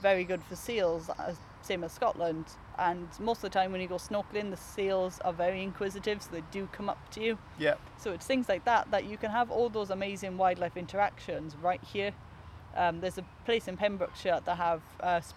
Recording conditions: outdoors